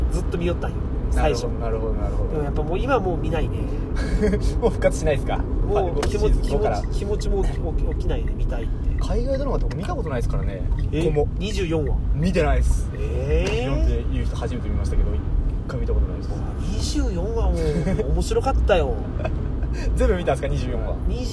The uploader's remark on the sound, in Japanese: 仕事終わりの営業車の中で、いつものようにくっちゃべっています